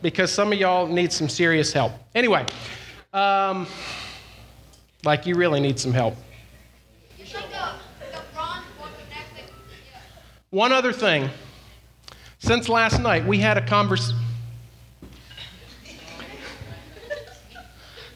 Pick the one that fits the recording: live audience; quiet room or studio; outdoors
live audience